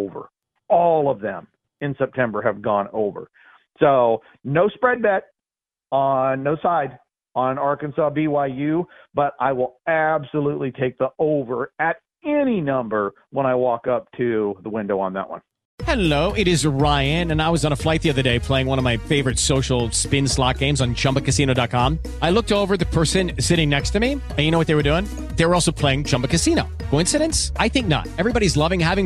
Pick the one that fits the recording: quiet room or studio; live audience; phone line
phone line